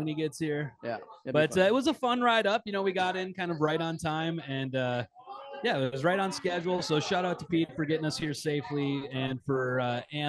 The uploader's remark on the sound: does the show live from a Ballard's on Lake of the Woods